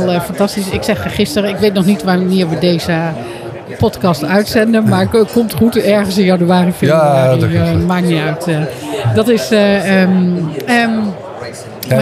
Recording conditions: busy venue